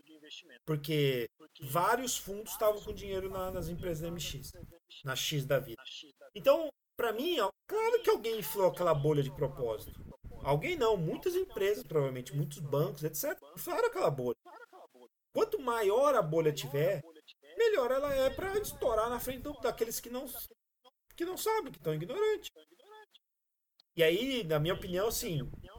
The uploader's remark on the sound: A qualidade do som esta horrivel mas nao queria deletar o episodio pela qualidade do conteudo.